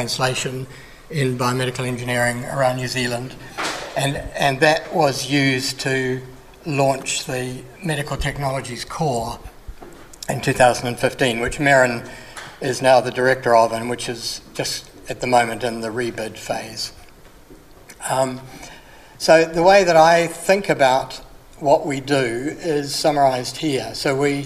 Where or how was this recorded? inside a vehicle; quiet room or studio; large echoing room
large echoing room